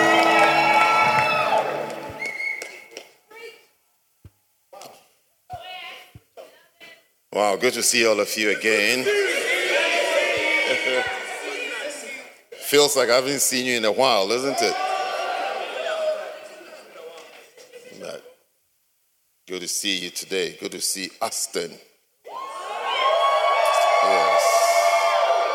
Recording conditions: large echoing room